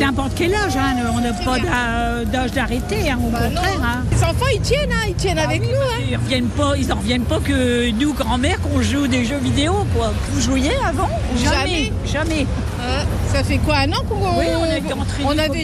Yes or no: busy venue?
yes